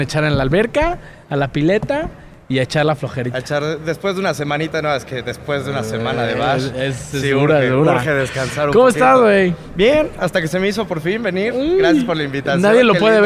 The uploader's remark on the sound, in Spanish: Hoy en Radar Speed tendremos una edición especial con una transmisión en vivo desde BMW Juriquilla.